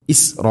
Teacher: മുത്തസിൽ വാജിബാണ്, നിർബന്ധമായിട്ട് നീട്ടണം. നാലോ അഞ്ചോ ഹർക്കത്തിൻ്റെ ഖദർ · Term: മദ് മുത്തസിൽ